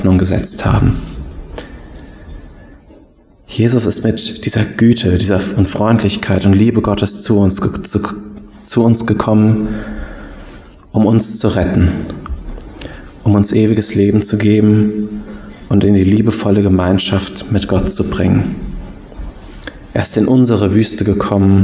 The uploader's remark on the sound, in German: Predigt aus dem Gottesdienst